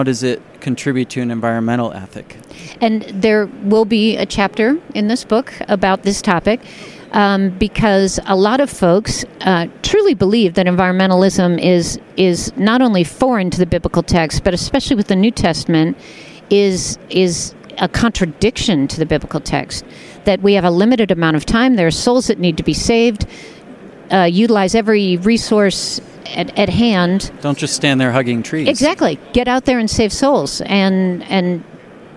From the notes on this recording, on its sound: Comin’ to you live from the annual Society of Biblical Literature conference in Denver!